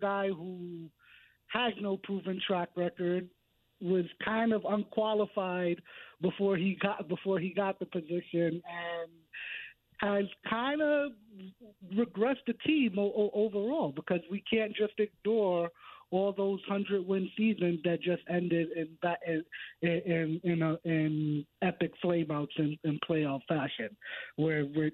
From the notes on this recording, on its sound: They go to the phone. Before they go out to Chicago to hear from the Yankees.